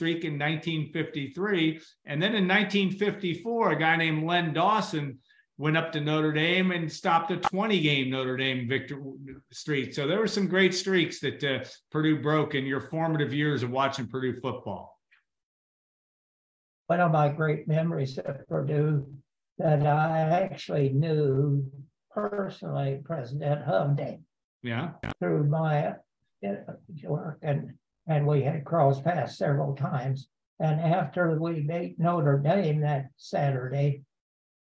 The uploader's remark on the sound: Zoom from his Missouri home